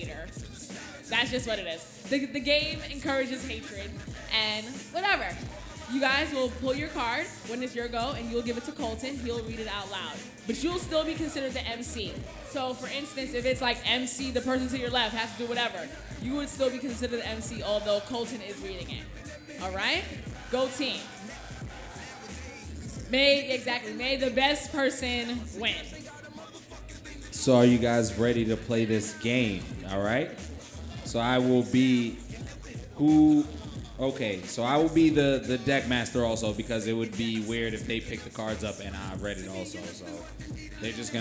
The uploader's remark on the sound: UDopeLive at 333 Lounge. We had a live show. On this episode we played University of Dope live with audience members.